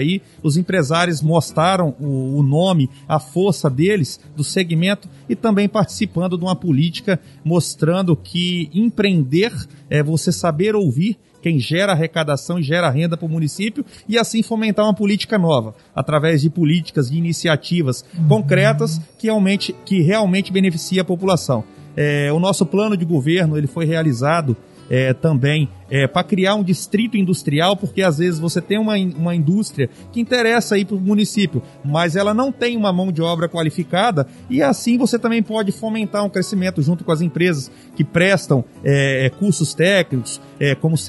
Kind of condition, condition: setting, busy venue